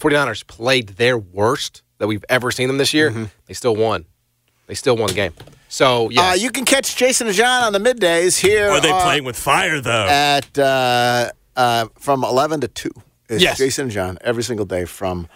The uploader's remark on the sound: as he is driving back to Memphis from the Twin Cities